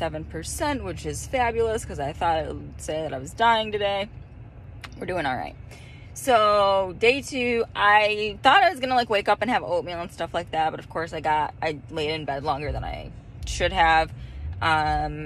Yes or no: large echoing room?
no